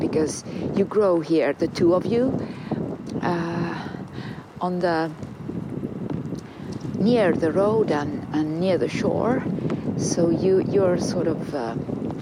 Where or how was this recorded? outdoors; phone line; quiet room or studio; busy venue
outdoors